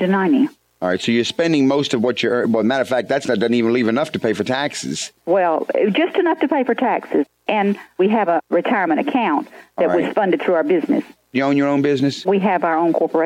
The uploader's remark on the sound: Financial planning call-in show.